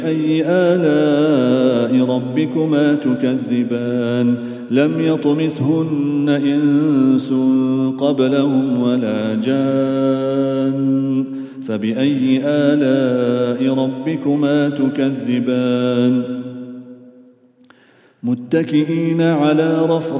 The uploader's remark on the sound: At the Houghton Masjid (West Street).